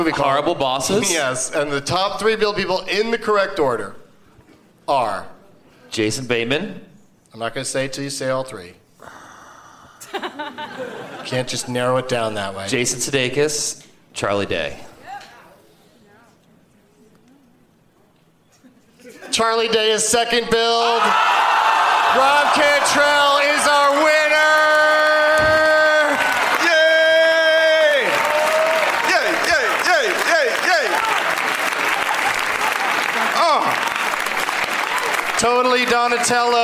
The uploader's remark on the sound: Live from the Gramercy Theater. The New York edition of the 12 Guests of Christmas competition.